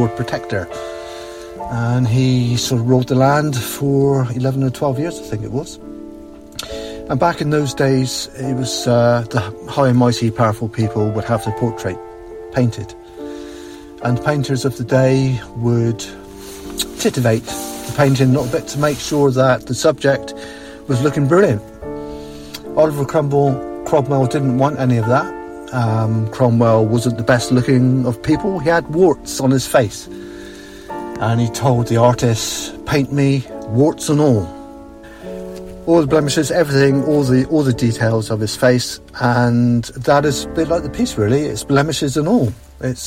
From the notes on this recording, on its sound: The podcast is a non scripted, rough, off the cuff recording, which is in keeping with my piano piece. Recorded after work, sat in my car, tired and jaded after working with challenging students all day (including jacket rustling).